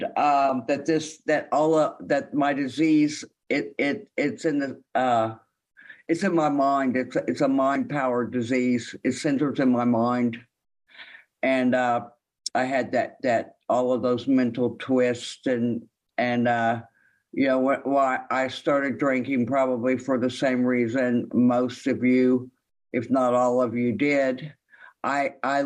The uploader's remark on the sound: this speak is from the Sunday Sheffield As Bill Sees it zoom meeting from just a few days ago on NYE '23 in the UK.